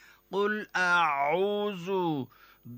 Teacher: দুই নম্বর মাখরাজ হলকের মধ্যকান হইতে, কি অক্ষর? আইন।